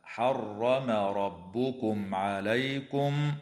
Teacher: وتظهر الميم الساكنة عند العين في قوله تعالى حرم ربكم عليكم